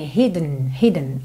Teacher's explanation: Você pode até pensar em ir do D direto pro N.